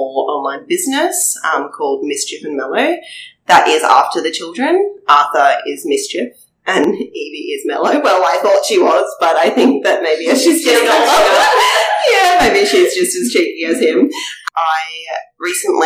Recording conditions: poor microphone